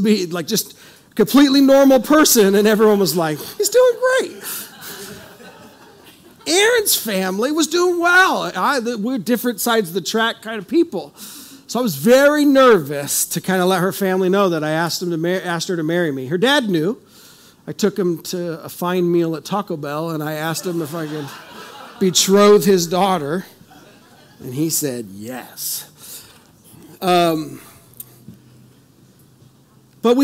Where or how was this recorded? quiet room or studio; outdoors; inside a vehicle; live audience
live audience